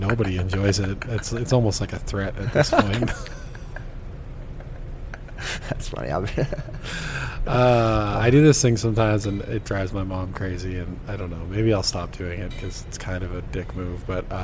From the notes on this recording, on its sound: for coffee at the Glenmore Landing Good Earth Coffee House in Calgary